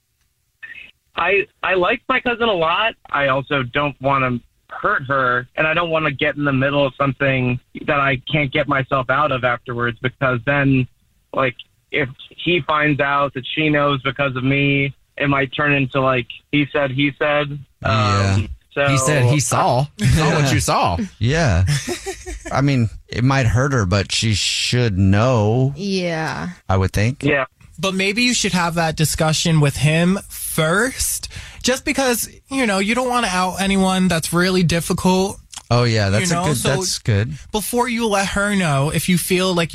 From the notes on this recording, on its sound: We have a listener on the phone